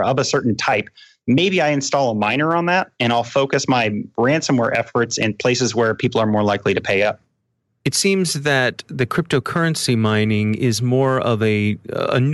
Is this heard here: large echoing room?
no